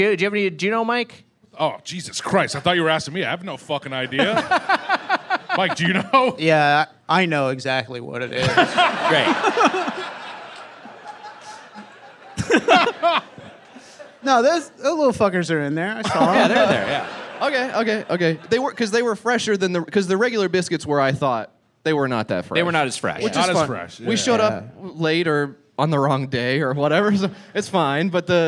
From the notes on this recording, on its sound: Recorded live at Zanies Comedy Club in Nashville on 4/20/22.